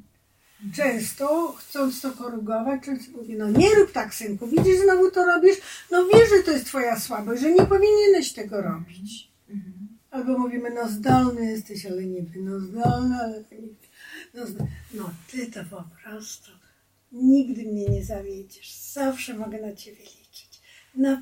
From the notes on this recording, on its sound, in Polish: Za gorszy dźwięk spowodowany błędami technicznymi bardzo przepraszamy.